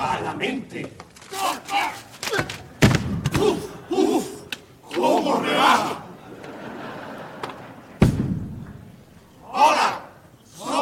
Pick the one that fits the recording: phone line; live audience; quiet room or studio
live audience